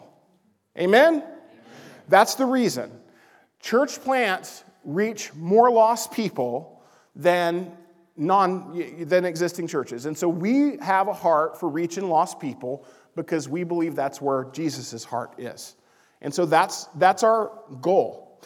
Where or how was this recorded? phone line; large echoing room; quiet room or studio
large echoing room